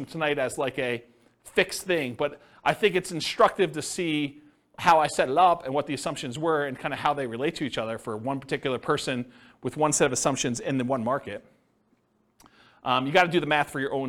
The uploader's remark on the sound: This was a live class recorded